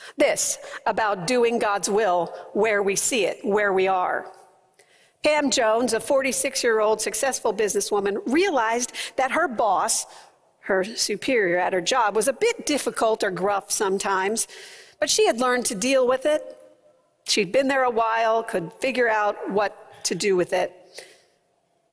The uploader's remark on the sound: preached at First Presbyterian Church of Allentown